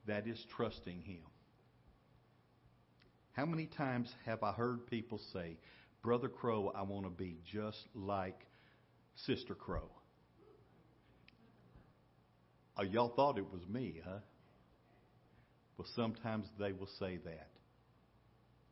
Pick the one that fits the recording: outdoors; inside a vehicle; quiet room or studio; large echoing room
large echoing room